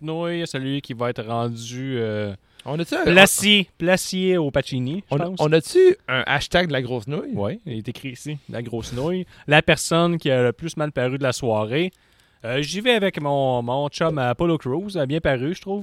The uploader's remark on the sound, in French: Dans la cours à Wave. En direct du studio extérieur CJDLL.